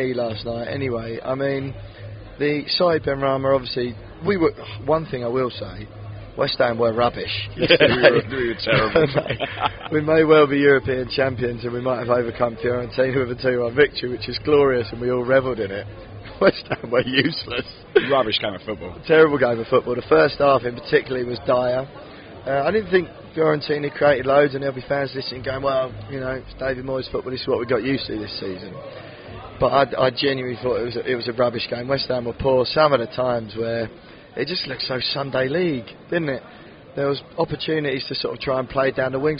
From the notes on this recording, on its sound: LIVE FROM PRAGUE. Met up in the middle of Prague the day after to record this episode.